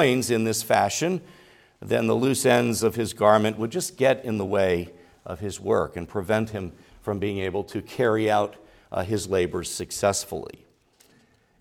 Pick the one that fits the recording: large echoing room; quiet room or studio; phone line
large echoing room